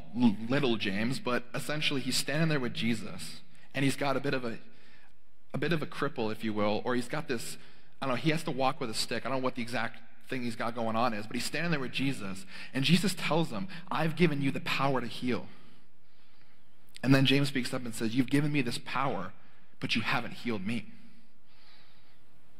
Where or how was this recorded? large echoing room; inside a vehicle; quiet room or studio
large echoing room